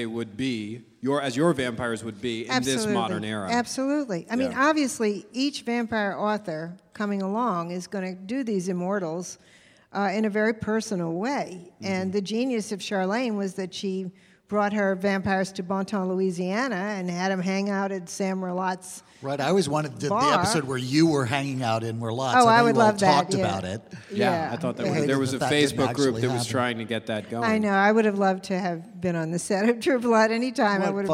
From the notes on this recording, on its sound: MONO. In the first ever “live on location” episode of The Dinner Party Show. LIVE from the floor of Bent Con, the only convention dedicated to celebrating LGBT contributions to pop culture and geekdom.